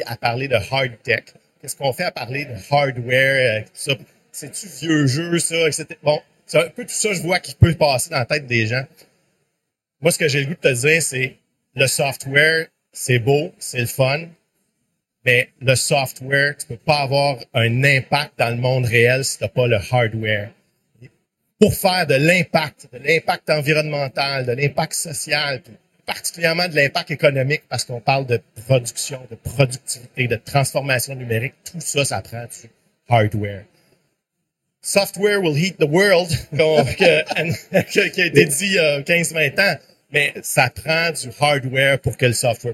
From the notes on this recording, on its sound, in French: En direct du Hardtech à Montréal